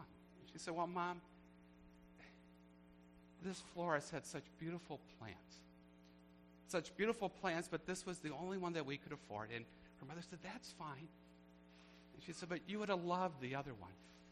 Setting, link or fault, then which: setting, large echoing room